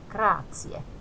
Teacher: Z-kirja on samanlainen kuin meillä Suomessa, eli terävä TS, grazie, kiitos.